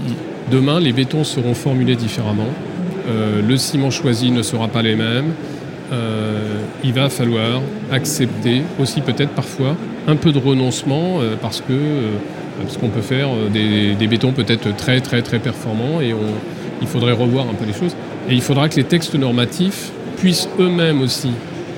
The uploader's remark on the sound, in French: Emission spéciale en direct de Batimat.